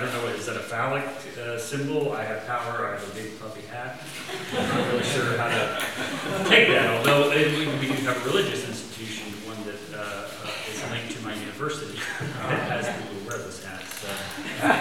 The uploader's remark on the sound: best quality audio available